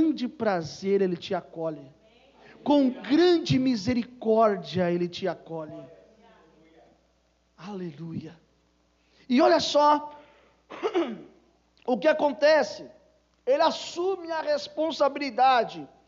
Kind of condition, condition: setting, large echoing room